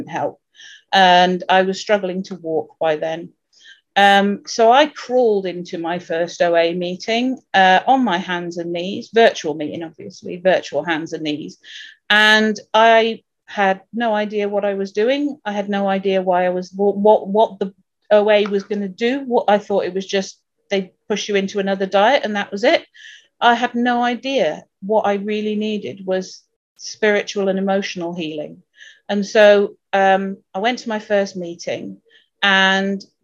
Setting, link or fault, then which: link, video call